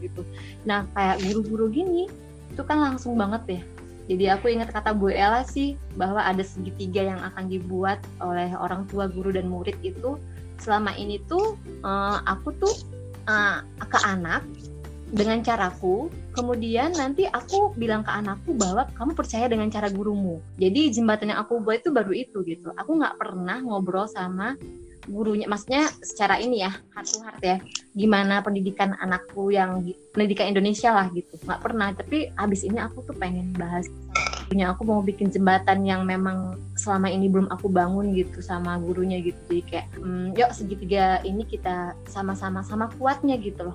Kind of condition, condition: link, video call